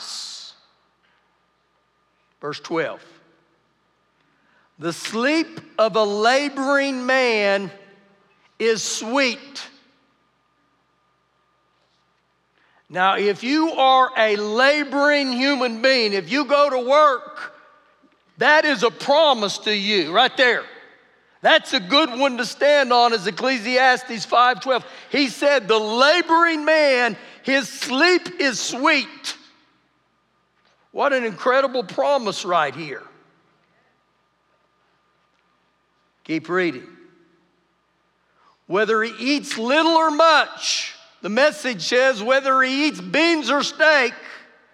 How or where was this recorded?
live audience